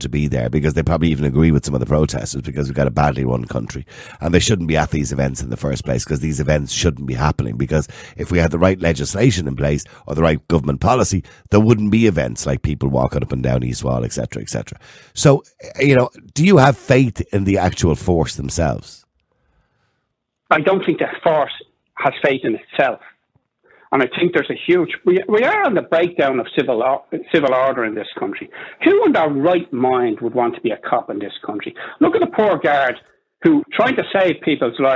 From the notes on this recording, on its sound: opens the phone lines, urging listeners to share their thoughts and experiences